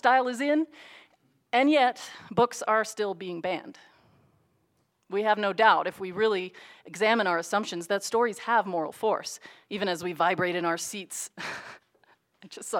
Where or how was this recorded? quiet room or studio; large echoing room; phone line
large echoing room